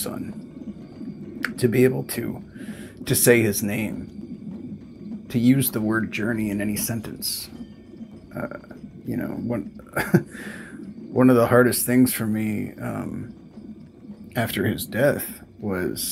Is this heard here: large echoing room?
no